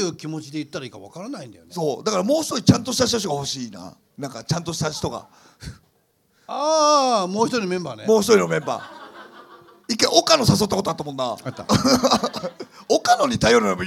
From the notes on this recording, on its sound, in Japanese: 公開収録の模様をお送り致します